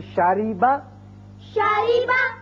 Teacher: جب را کے نیچے کسرہ یعنی زیر آ جائے تو اس کو باریک پڑیں گے · Term: را مرقق